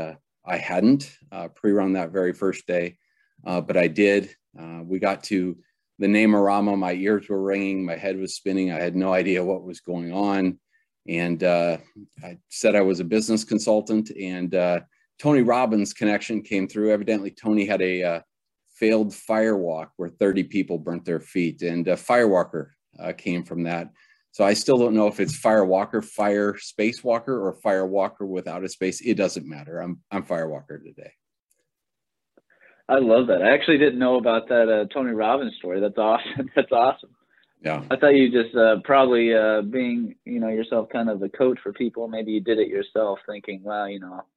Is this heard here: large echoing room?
no